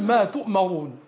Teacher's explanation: ولاحظ ترقيق الميم ولا تتأثر بالراء المفخمة